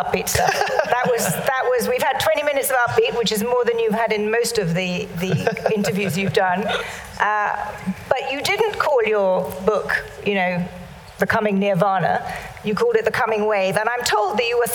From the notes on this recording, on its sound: Live at the Tabernacle theatre in London.